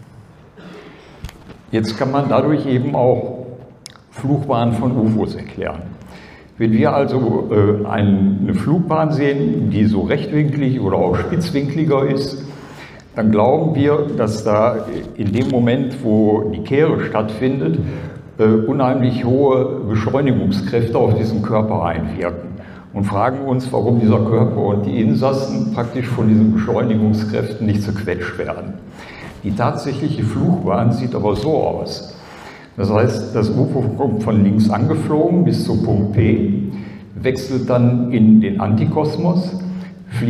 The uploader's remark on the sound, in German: ALIEN.DE Konferenz 2023. Aufzeichnung des Vortrags auf der ALIEN.DE Konferenz am 19.08.2023 in Frankfurt am Main.